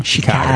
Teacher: Però lì c'è una cosa interessante, dove è un po' più simile all'inglese canadese. Beh, si dice Chicago, la A è molto aperta.